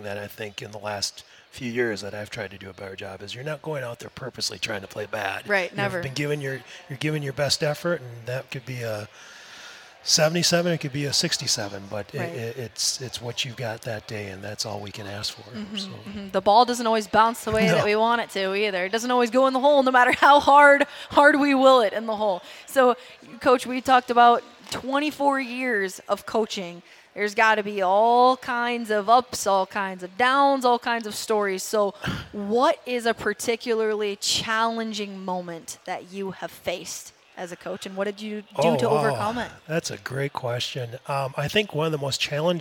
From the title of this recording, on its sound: live from the Minnesota Golf Show!